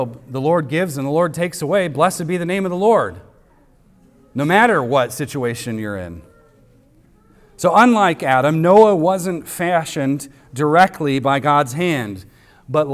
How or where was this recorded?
large echoing room